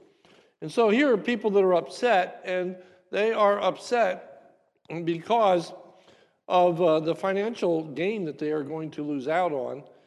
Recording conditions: large echoing room